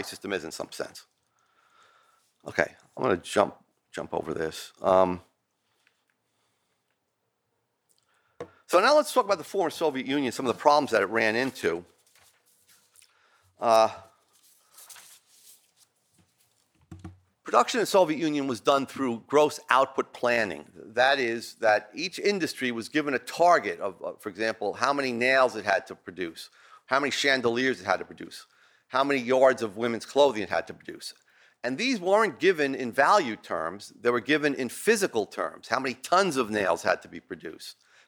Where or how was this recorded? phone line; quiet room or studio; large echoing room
large echoing room